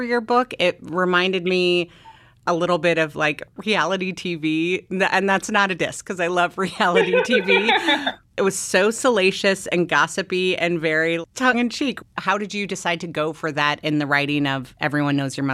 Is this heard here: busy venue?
no